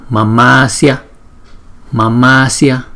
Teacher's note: Hai chữ A này chúng ta ráp là thành một chữ A dài